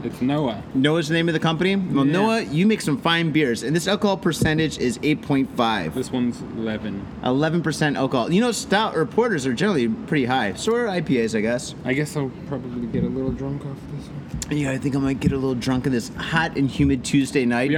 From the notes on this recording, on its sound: hang out in the mean streets of Shibuya and hit up Beer Bar Hironoya where audio hijinks pursue!